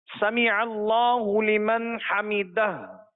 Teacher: یہ نون کو ظاہر بھی کرنا ہے اور ساتھ ہی ساتھ آخر میں ہا ساکن ہے اس ہا کو ظاہر کرنا ہے